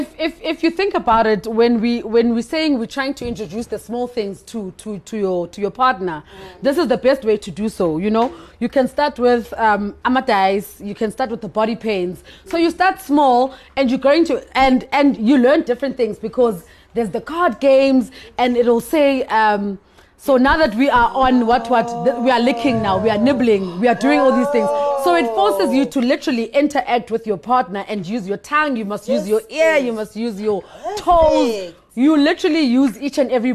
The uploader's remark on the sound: This episode was recorded LIVE at The G-Spot Lovestyle adult store in Soweto.